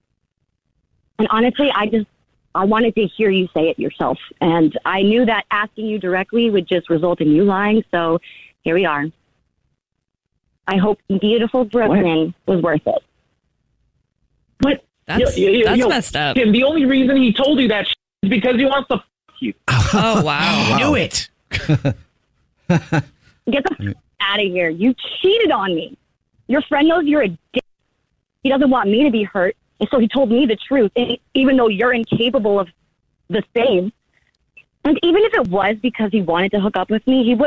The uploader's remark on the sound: We get that other person on the phone